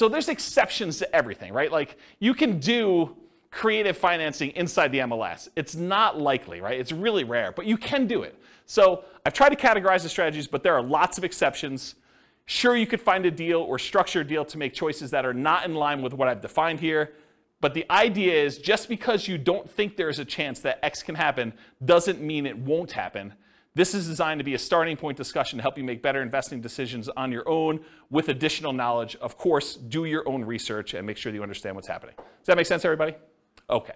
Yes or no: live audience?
yes